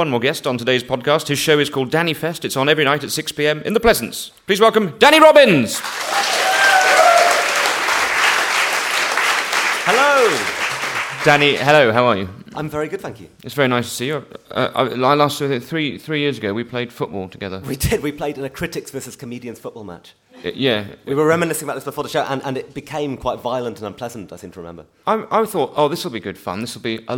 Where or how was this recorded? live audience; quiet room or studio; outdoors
live audience